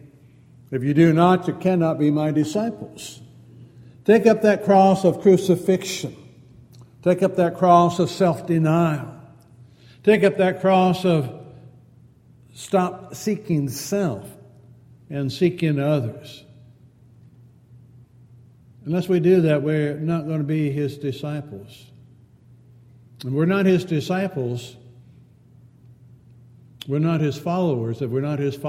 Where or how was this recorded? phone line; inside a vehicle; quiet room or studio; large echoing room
large echoing room